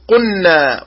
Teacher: ومن الأخطاء الشائعة في نطق لام الفعل المظهرة إدغام اللام في النون